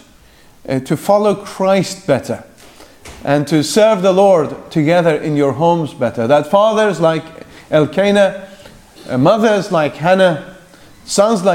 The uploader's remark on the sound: The afternoon session from the Free Southern Presbytery's 2nd Family Conference.